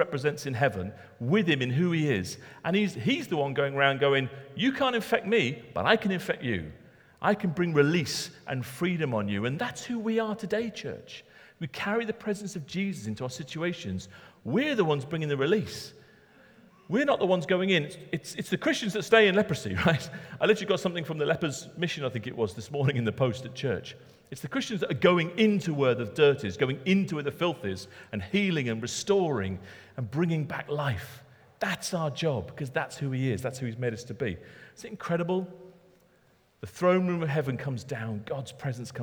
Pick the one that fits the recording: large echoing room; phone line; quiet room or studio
large echoing room